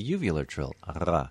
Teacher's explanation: In Portuguese, double R gives you the uvular trill, ra. So, carro, we get that trill.